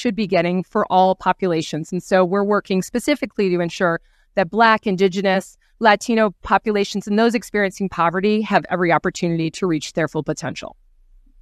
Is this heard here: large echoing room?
no